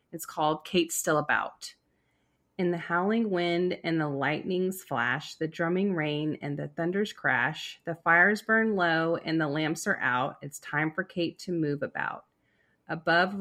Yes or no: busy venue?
no